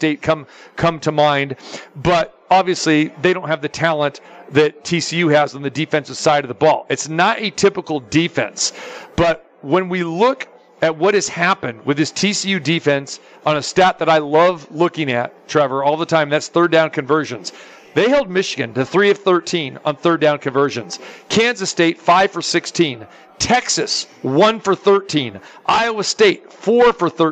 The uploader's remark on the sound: Live from SoFi Stadium